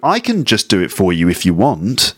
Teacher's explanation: I is a sort of tonic stress in that sentence because I think I is the emphasis